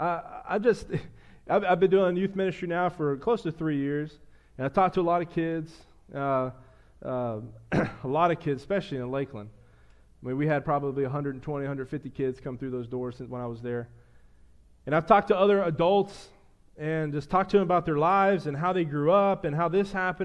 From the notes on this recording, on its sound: a sermon I preached to the church